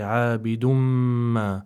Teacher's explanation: You don't separate the tanween with the meem that has a shadd on it, especially. You have to connect it. · Term: idgham bighunna